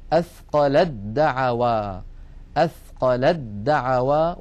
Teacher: وأيضا لا أنطق التاء بل أنتقل مباشرة إلى دال مشددة